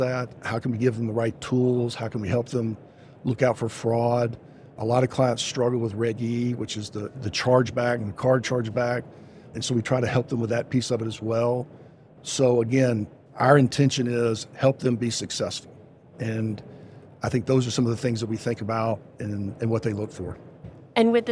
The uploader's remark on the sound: Podcast recorded live at Money20/20 USA in Las Vegas.